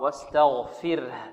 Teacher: الراء مرققة، واستغفر. ما الذي أثر فيها وجعلها مرققة؟ الكسرة. إذن هناك علاقة بين الكسر والترقيق، وبين الفتح والضم والتفخيم، واستغفر.